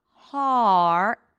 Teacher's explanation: It's an ah sound, so you got to drop your jaw. Har, only at the end you bring the tongue up for the R.